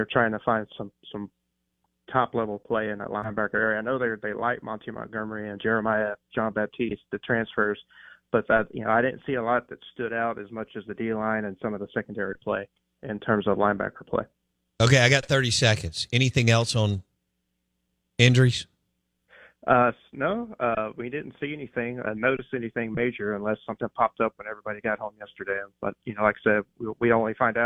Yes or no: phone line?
yes